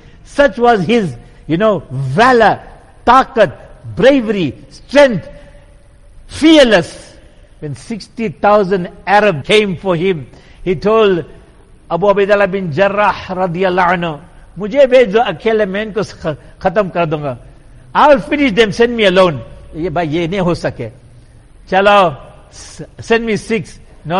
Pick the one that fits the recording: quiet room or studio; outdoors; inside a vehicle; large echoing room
large echoing room